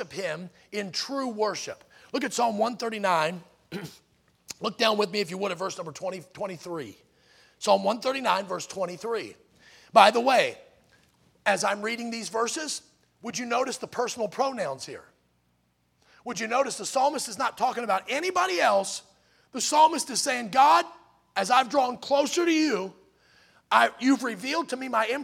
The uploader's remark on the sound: In the Sunday Morning Service. At Victory Baptist Church in Boonsboro, Maryland.